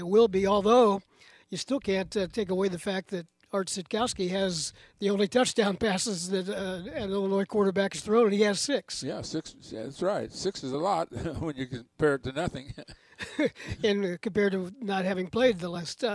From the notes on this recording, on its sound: live from the Memorial Stadium press box